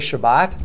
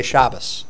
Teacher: So it's changing the T to an S sound. · Shown in: second take